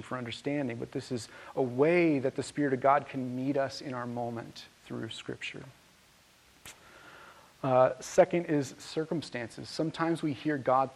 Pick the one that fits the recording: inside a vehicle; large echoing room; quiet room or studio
large echoing room